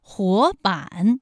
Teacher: 第一个字是二声，第二个字是三声